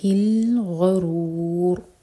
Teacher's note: اینڈ میں را ساکن بھی ہیوی ہوگا کیونکہ اس سے پہلے ضمہ اور چار ہر کا کھینچ کر رکیں گے مد عارض للسکون